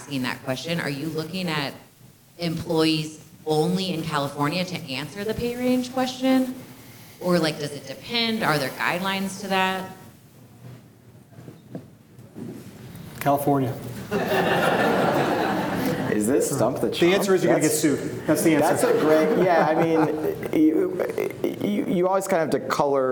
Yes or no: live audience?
yes